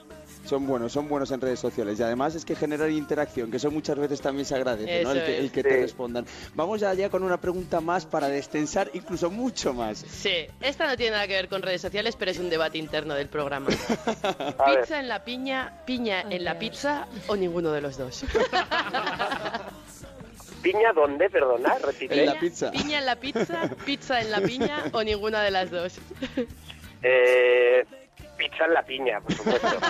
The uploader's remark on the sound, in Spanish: Desde Aranda de Duero, en el festival de Sonorama